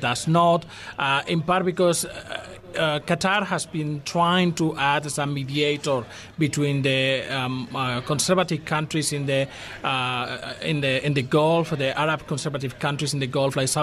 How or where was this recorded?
busy venue